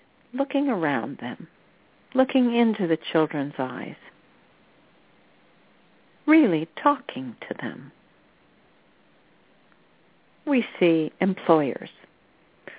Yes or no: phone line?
yes